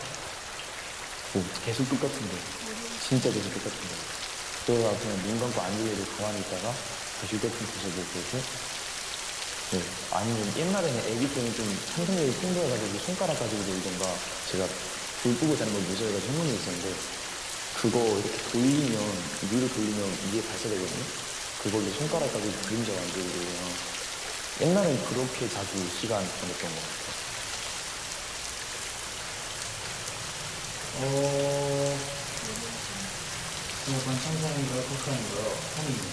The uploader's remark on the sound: Talking for around 7 minutes +rain sound. Asmr.